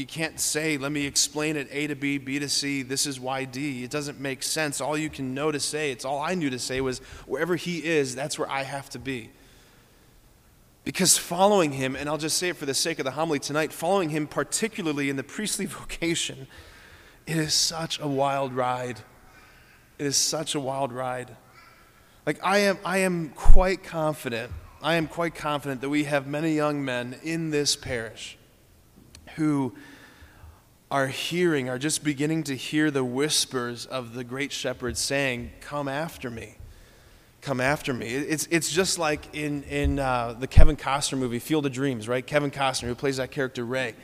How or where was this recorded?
large echoing room